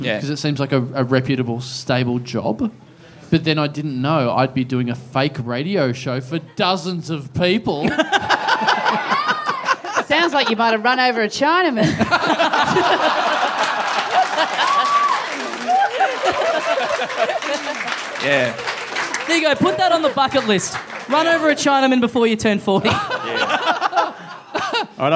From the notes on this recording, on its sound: Recorded LIVE at Heya Bar in Brisbane on Sunday, March 20 2016.